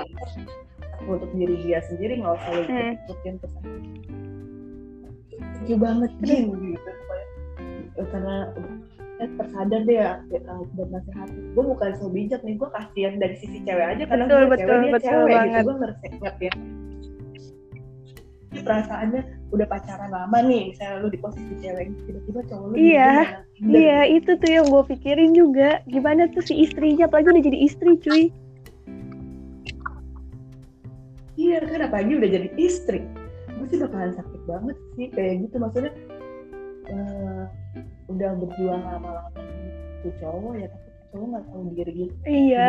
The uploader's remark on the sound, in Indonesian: Sorry, kualitas suara kurang bagus.